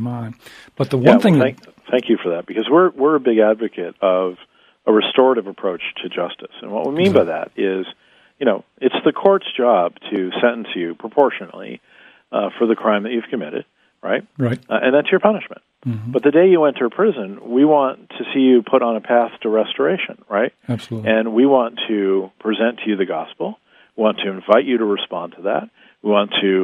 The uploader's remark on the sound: is on the phone with the President and CEO of Prison Fellowship